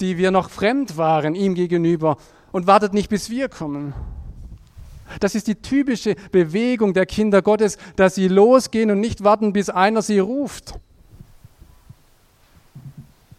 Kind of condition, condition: setting, large echoing room